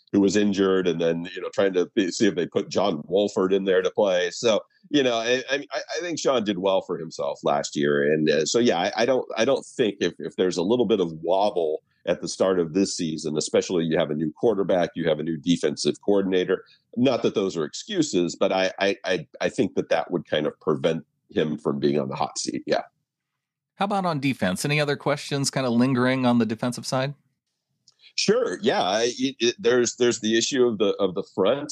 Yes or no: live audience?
no